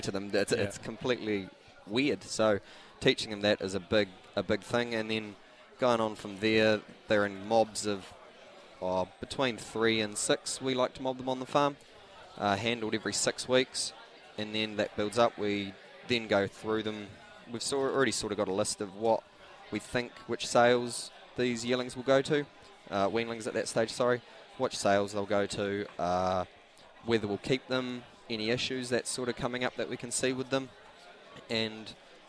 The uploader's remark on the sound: LIVE from the Karaka Yearling Sales